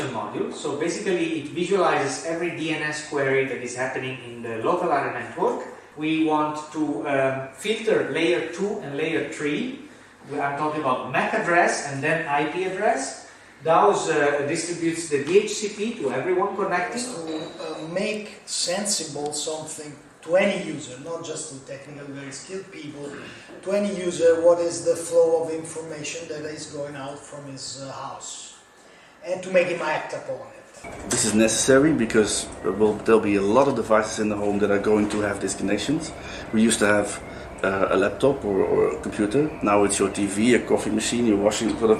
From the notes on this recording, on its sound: Interviews made at various events. From the Off-the-Cloud space at Transmediale in Berlin to the workshop at the Live Performer Meeting in Amsterdam.